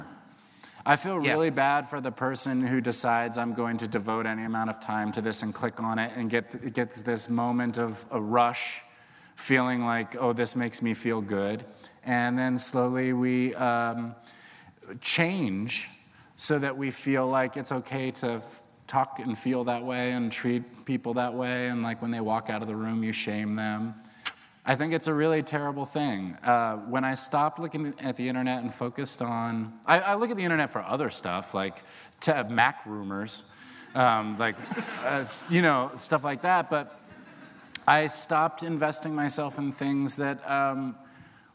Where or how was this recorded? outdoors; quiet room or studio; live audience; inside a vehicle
live audience